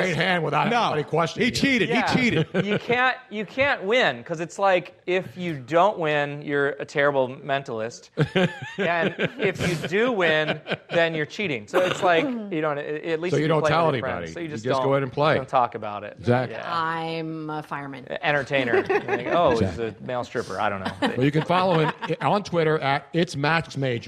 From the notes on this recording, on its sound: The live audience at Comedy Sports Theatre. A live call in from the owner of Nicks Place in Houston, Texas.